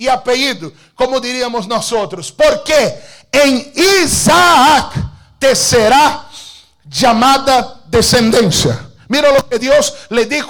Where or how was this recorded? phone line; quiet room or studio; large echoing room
large echoing room